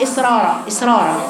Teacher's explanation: البعض بيقرأ يقول إسرارا إسرارا واللسان بعيد عن سقف الحنك